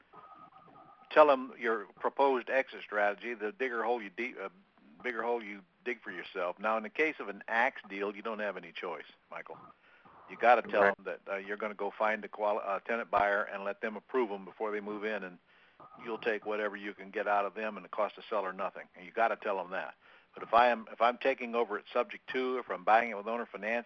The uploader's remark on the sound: Q&A Call